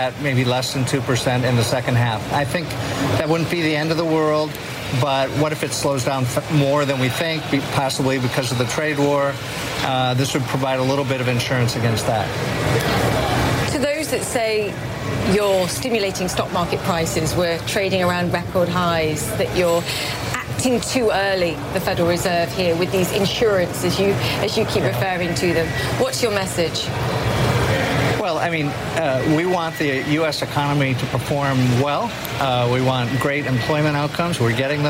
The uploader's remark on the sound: live from the New York Stock Exchange